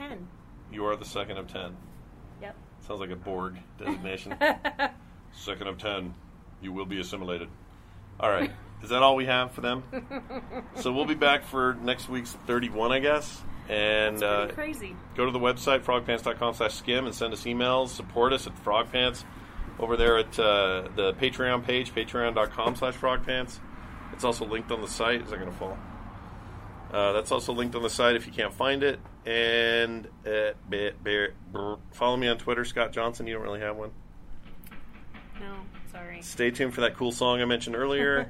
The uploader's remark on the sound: We did this outside today, off livestream, and it was kinda nice!